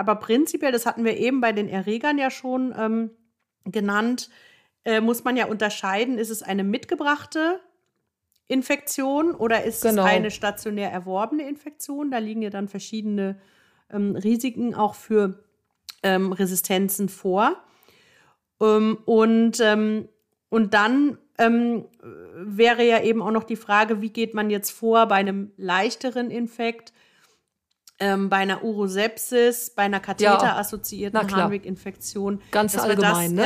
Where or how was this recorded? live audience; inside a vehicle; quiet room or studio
quiet room or studio